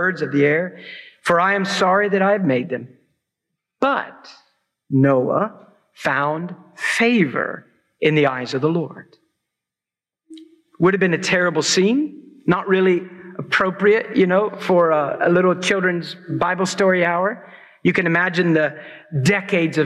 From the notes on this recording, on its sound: preached at Christ Church New Albany